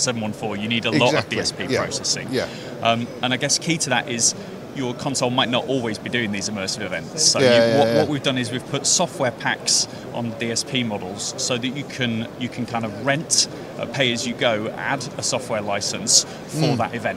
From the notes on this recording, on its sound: At IBC 2022